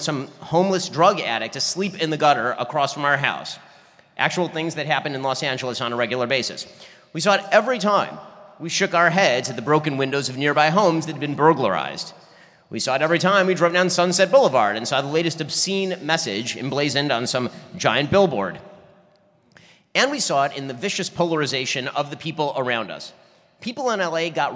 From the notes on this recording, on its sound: My keynote speech for the Republican Party of Florida's 2023 Statesman Dinner in Orlando, Florida.